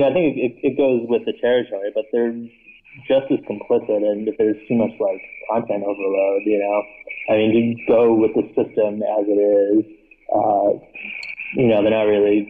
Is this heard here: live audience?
no